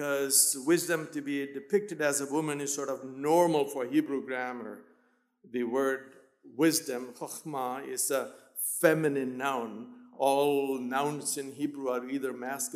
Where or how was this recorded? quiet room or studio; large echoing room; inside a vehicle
large echoing room